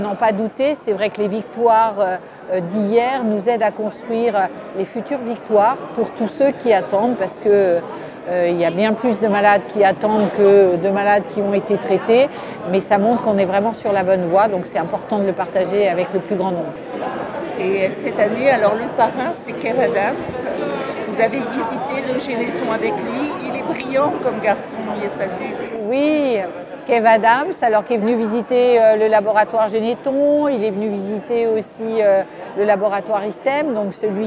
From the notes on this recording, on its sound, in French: Elle a animé une conférence–débat à Joué-lès-Tours, Salle Jacques Brel.